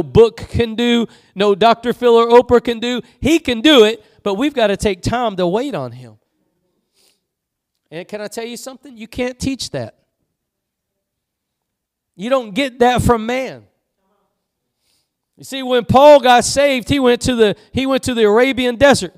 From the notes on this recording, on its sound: Preached at Gospel Lighthouse in Bossier City, La.